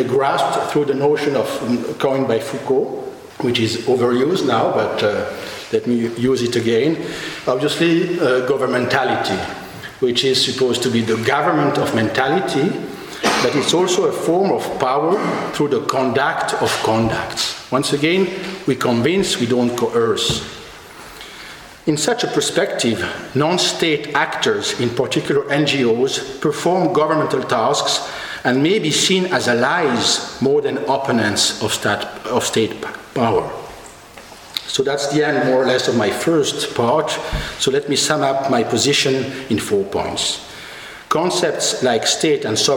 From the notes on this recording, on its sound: Annual Elizabeth Colson Lecture 2012. Recorded on 6 June 2012 at the University Museum of Natural History, Oxford.